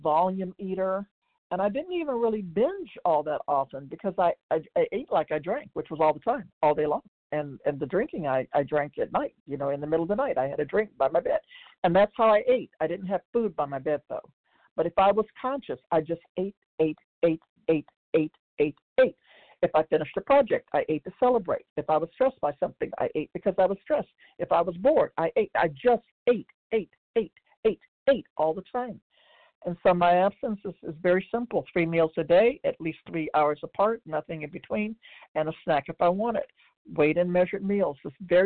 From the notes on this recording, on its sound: 100 Pounders Phone Meeting